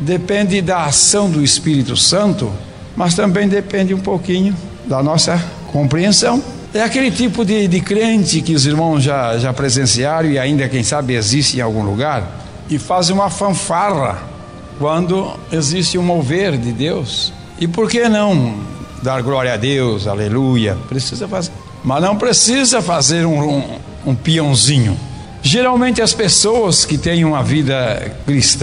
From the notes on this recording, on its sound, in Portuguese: Gravada em 2016 no Culto de Edificação Cristã na IEAD Joinville, SC.